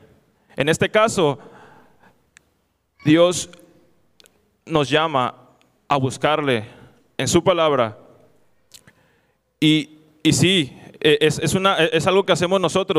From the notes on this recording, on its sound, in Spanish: Este podcast fue grabado de un panel de preguntas y respuestas, esto en la reunión mensual de Juventud Zeteo.